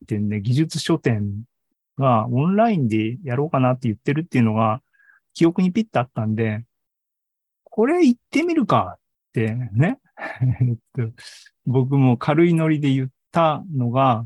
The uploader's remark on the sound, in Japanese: ２０２３年３月２９日に開催した ZOOMライブの模様です